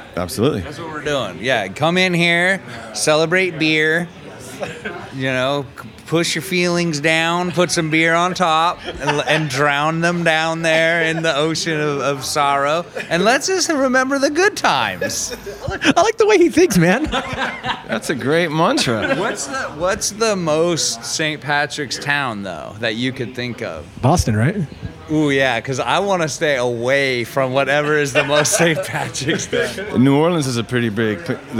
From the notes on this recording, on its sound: Celebrate St. Paddy’s at Clandestine brewing! They host the very first ever beer Olympics at Clandestine Brewing located in San Jose, CA! This is a live audience episode with audience participation!